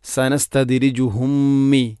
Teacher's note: ഇത് ഗാം മുതമാസിലൈൻ സ്വഗീർ, മീമിനെ അടുത്ത മീമിലേക്ക് കൂട്ടിലയിപ്പിക്കണം ഗുന്നത്തോടുകൂടി